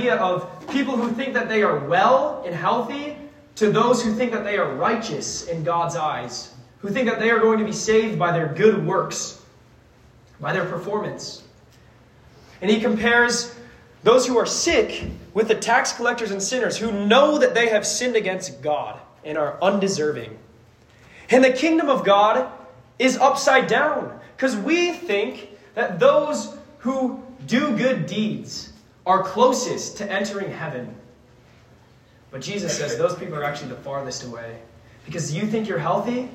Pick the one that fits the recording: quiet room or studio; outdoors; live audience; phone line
live audience